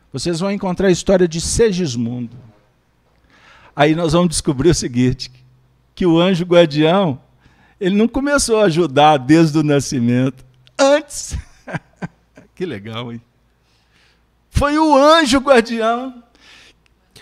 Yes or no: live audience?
yes